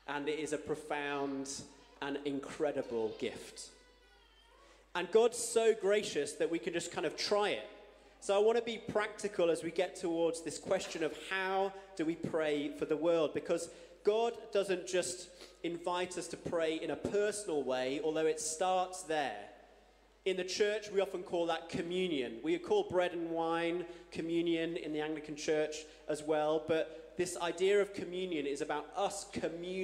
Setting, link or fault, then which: setting, large echoing room